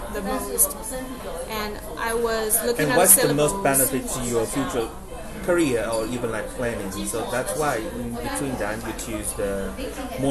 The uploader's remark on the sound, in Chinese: 這是一集極具挑戰性的一場錄音。它發生在早上九點的早午餐，它更發生在人聲鼎沸的餐廳之內；又再一次，我為錄音品質感到抱歉XD。錄音編輯後製：完全沒有。